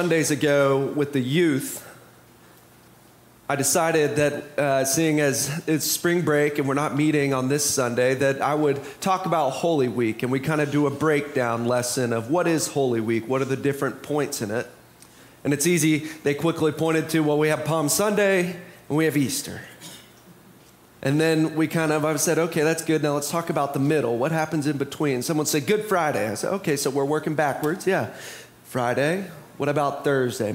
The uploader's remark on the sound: Preached on Palm Sunday (April 2, 2023) for our MorningSong Worship Service.